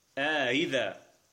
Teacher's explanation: النوع الثاني من المدود التي تندرج تحت المد الطبيعي المد الفاصل، وهو إدخال ألف بين الهمزتين المتتاليتين · Term: ألف الفصل